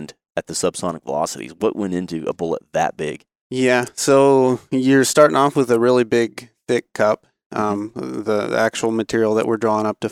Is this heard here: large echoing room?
no